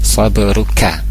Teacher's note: Sabruka ada ba sukun di sana dipantulkan qalqala sugro